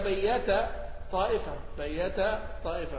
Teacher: يدغم التاء في الطاء في هذا الموضع فقط · Term: الإدغام الكبير